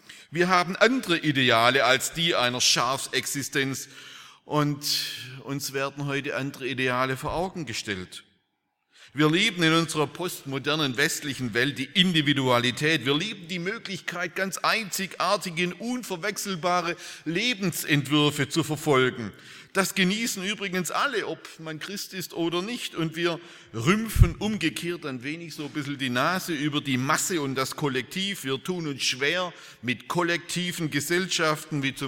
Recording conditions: large echoing room